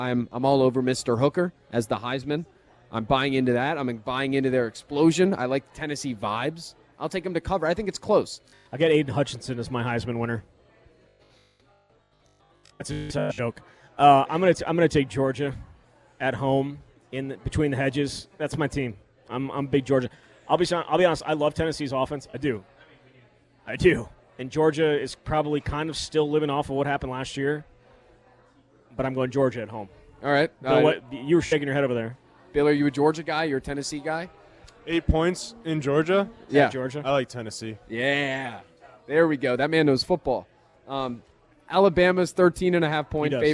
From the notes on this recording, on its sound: live at Monk's in Sun Prairie